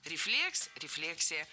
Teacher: В обоих случаях ударяем второй слог.